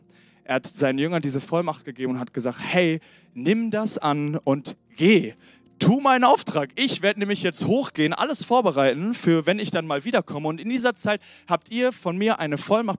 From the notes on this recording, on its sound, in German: Sonntagspredigt aus dem Standort Bochum.